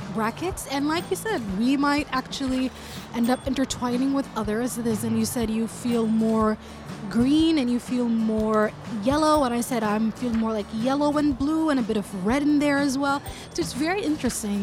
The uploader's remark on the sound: Live at SIBF 2023. On the sidelines of his talk.